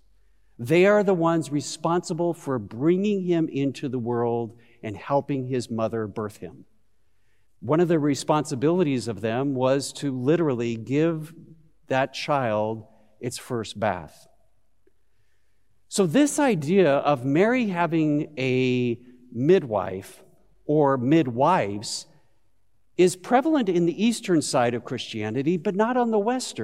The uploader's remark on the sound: Christmas Eve Service of Worship. Broadcast live at Beatitudes Church in Phoenix, AZ on 12/24/20.